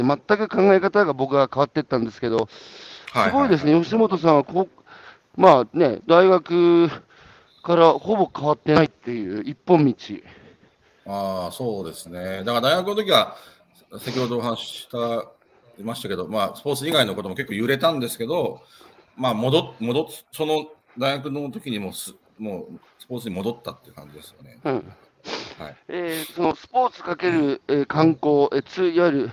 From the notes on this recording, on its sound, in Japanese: 歩きながら1時間、対談する